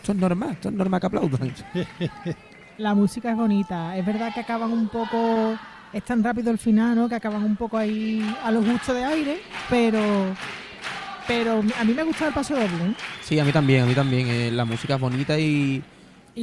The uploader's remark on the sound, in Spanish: En las preliminares del COAC 2024. En directo desde el Gran Teatro Falla de Cádiz. La retransmisión del Concurso Oficial de Agrupaciones Carnavalescas del Carnaval de Cádiz 2024 en Onda Cero Cádiz.